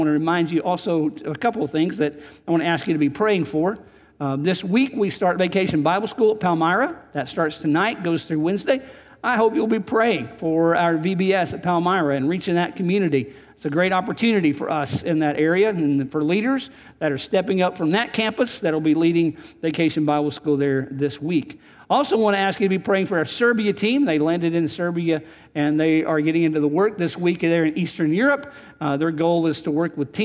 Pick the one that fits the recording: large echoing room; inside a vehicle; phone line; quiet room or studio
large echoing room